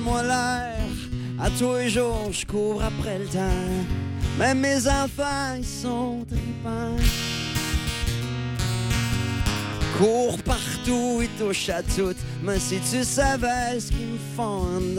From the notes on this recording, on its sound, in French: dans le show de lancement de DEBOUT L'ESTRIE, le 26 février 2016 en direct du McDo King Ouest!